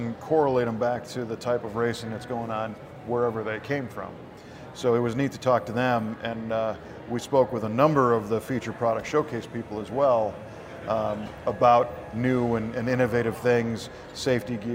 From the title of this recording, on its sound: V8 Radio: Live.. Well, Recorded Live, Anyway, From The 2018 PRI Show in Indianapolis!